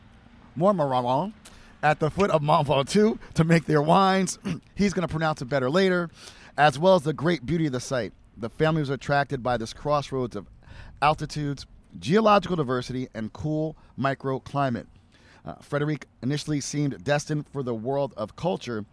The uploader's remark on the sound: Live from Hospice du Rhône. Live chats from Hospice Du Rhône’s flagship event in Paso Robles, California. The 2022 event featured over 120 international Rhône producers. Was there recording live with many of the brilliant winemakers and other prominent wine folks attending this year.